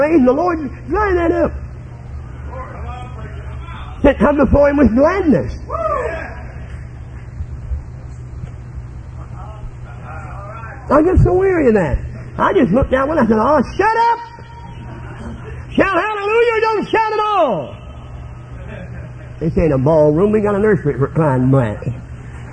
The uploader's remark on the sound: This was preached at Life Tabernacle Camp Meeting in Baton Rouge, LA.